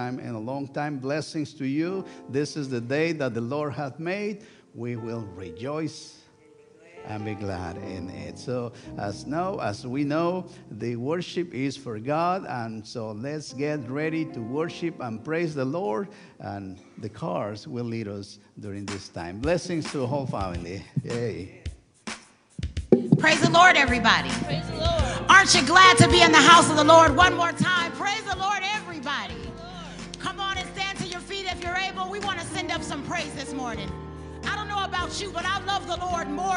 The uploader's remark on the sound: Sunday worship service at First United Methodist Church of Pacoima. Recorded live on July 23, 2023, this service. We are located at 12550 Van Nuys Blvd.